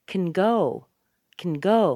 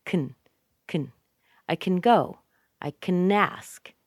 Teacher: But can is reduced to kun, kun, kun. Take out that a sound. Put a little schwa in there.